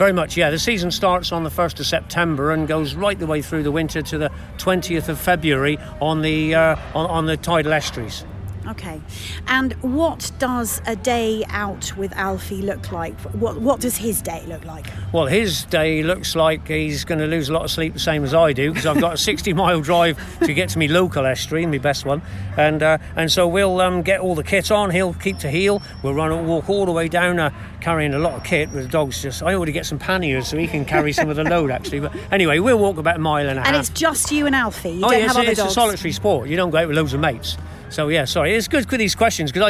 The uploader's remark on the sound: Alfie the water-fowl retriever performs at Hampshire Country Sports Day 2023. This lively interview was recorded at the Country Sports Day 2023 at Bereleigh, East Meon.